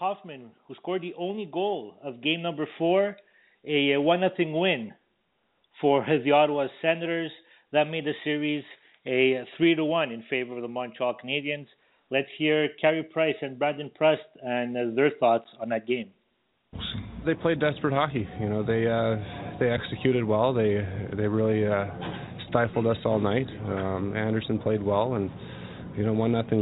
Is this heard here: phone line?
yes